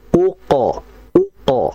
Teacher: Maka perhatikan pada qalqalah pantulannya, yaitu pantulannya tebal.